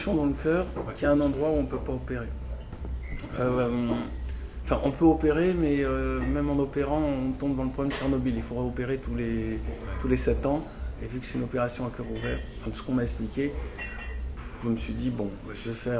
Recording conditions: background noise